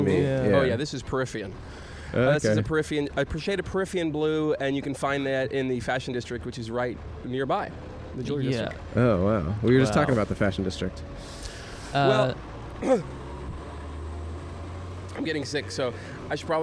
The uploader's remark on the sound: Recorded on Hill Street in Downtown Los Angeles.